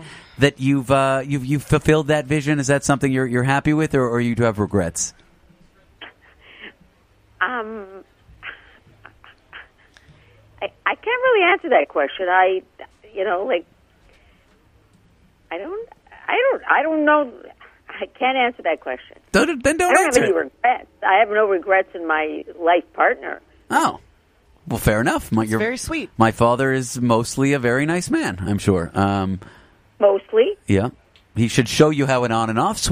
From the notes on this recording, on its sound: An inappropriate on-air phone call. Here's that phone call!